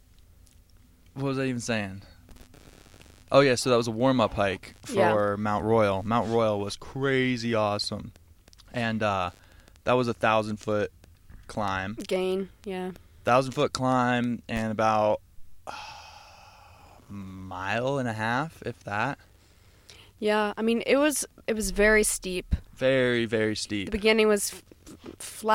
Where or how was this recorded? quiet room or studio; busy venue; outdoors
outdoors